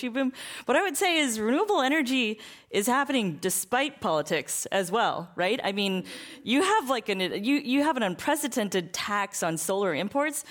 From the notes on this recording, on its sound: This program was recorded in front of a live audience at The Commonwealth Club of California in San Francisco on August 5, 2019.